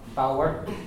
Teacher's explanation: it's a diphthong in Connemara and Munster, they would say bower